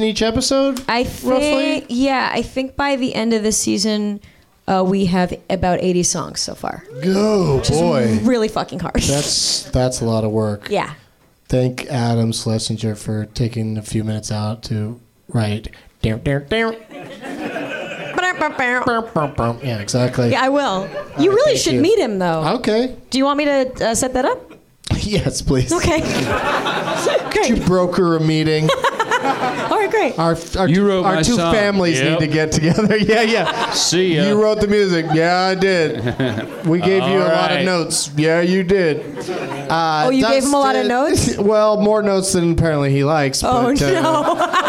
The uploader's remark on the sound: Live from the NerdMelt Showroom in LA